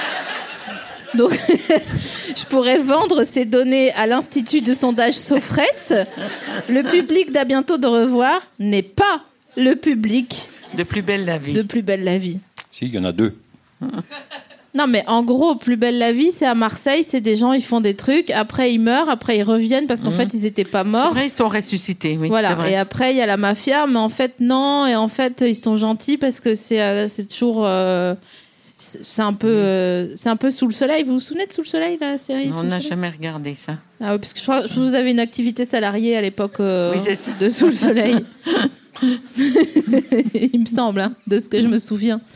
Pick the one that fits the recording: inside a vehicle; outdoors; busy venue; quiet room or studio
busy venue